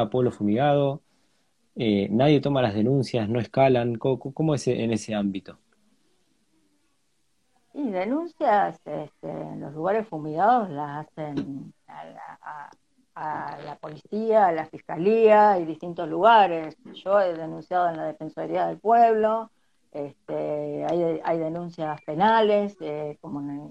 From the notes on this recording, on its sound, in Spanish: Audio de la charla en vivo por Instagram